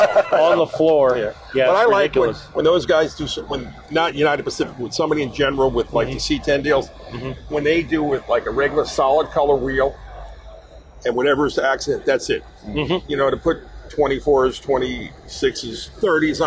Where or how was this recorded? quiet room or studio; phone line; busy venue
busy venue